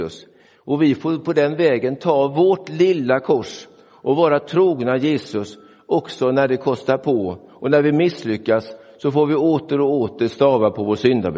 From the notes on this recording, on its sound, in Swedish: Inspelad i Roseniuskyrkan den 11 februari 2024.